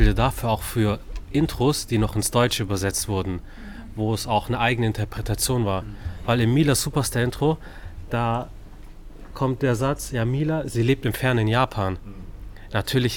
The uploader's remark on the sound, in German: Mangapodcast im Buchhaus Wittwer-Thalia Stuttgart. In der Mangaecke der Buchhandlung Wittwer-Thalia in Stuttgart haben wir diesmal einen #Mangapodcast aufgenommen.